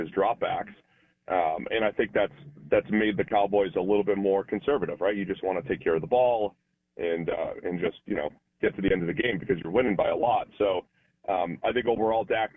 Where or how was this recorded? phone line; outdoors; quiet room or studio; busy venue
phone line